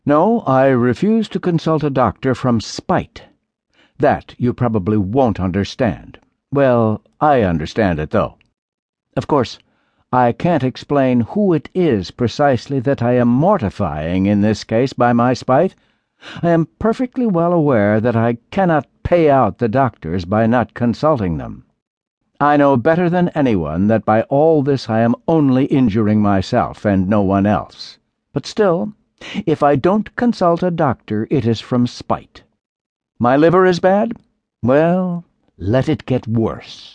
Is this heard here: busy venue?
no